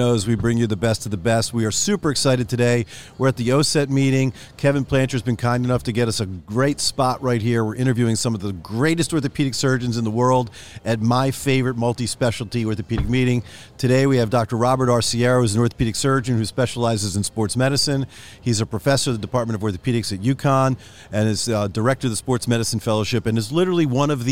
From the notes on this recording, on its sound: recorded live at Ortho Summit in September 2023